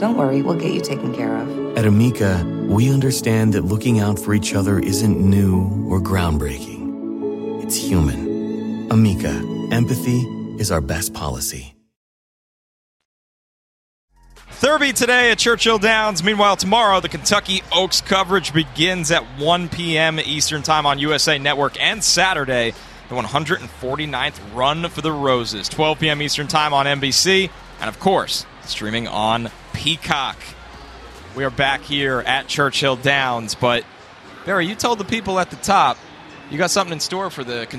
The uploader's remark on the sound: Live from Churchill Downs